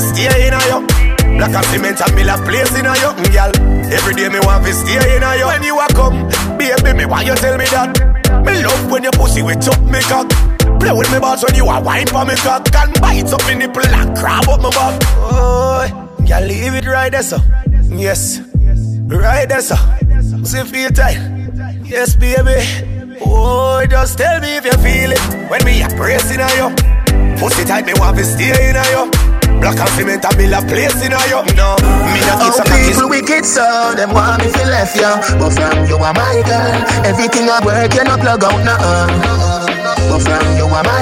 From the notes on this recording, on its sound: Live Juggling From 333 Lounge.